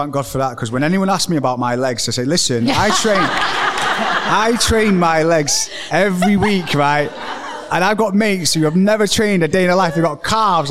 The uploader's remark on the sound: questions from the live audience